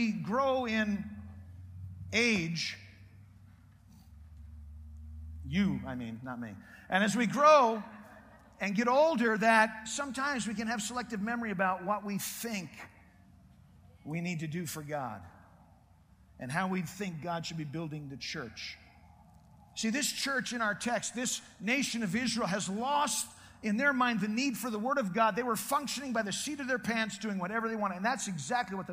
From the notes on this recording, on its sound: Preached in Prescott Conference Jan.2009.